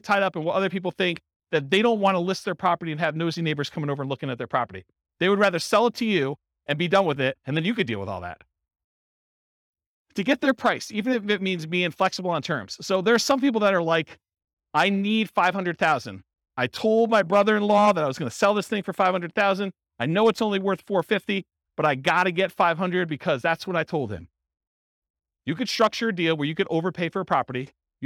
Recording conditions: live audience